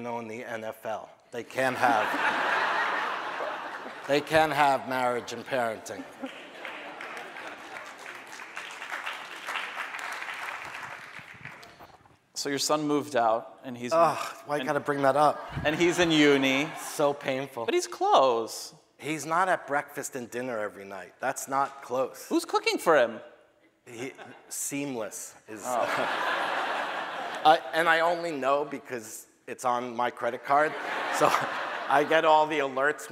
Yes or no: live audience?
yes